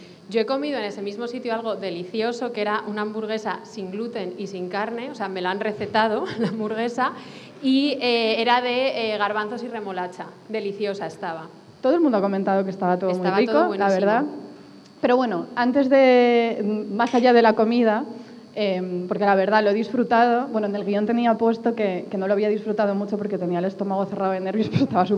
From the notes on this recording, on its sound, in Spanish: En este episodio grabado en rigurosísimo directo para #megustaspixelad en La Casa Encendida